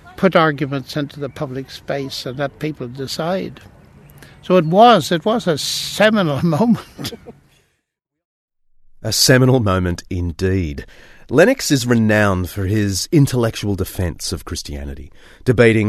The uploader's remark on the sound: Sits down for tea in the gardens of Green Templeton College. We sit down in the gardens of Green Templeton College.